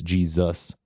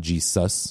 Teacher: the S migrated in a lot of people's pronunciations to a Z sound · Shown in: first take